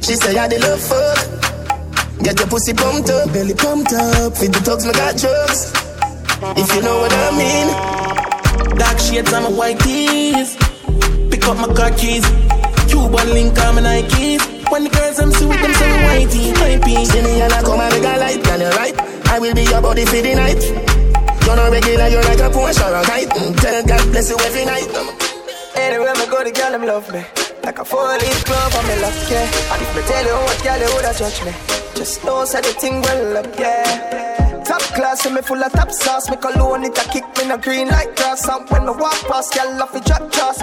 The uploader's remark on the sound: LIVE AT ISLAND SATURDAYS ON SEP 28th